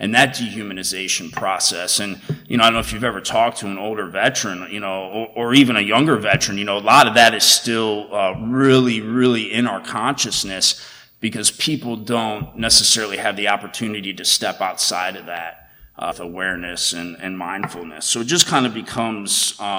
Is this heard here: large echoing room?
yes